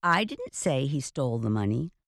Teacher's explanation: The speaker stressed the word I more than all the other words.